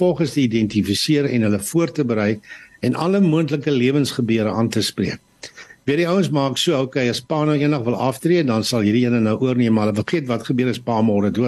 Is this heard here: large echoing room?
no